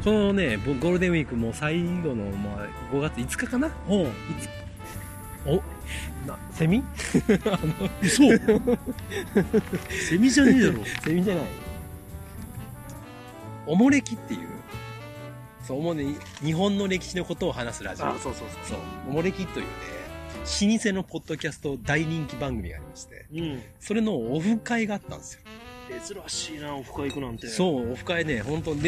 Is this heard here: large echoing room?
no